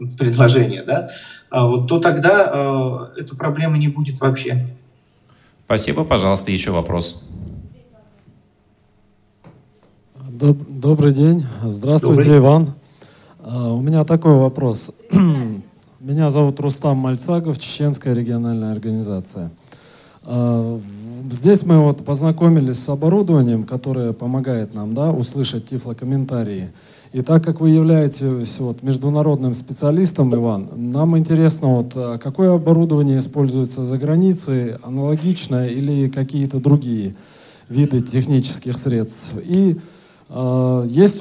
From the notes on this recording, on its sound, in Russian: Международный образовательный реабилитационный форум ВОС «Интеграция 2018». Аудиозапись работы круглого стола.